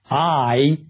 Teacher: When you say a vowel like I, you can feel your mouth move as you move from the A sound to the E sound. A diphthong is two sounds together.